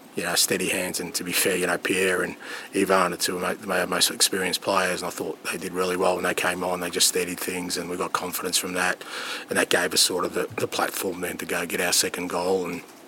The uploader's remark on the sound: PRESS CONFERENCE